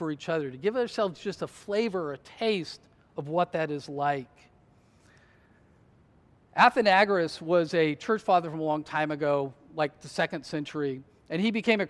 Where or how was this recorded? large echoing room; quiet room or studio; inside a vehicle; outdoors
large echoing room